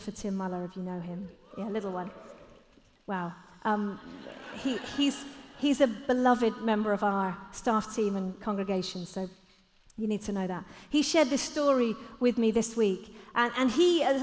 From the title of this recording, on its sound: Live at The Orchard Conference 2022